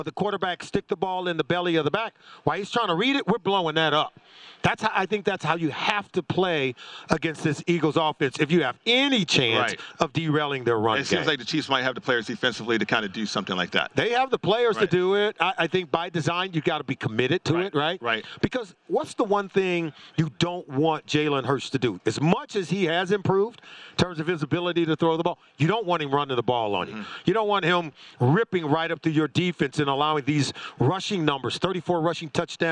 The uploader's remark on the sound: Live from Radio Row in Phoenix, AZ.